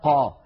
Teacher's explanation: القاف مجهورة وأنها شديدة كما أنها مستعلية وهي منفتحة · Term: حرف القاف